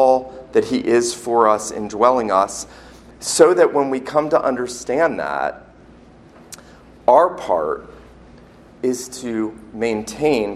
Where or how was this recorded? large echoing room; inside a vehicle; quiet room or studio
large echoing room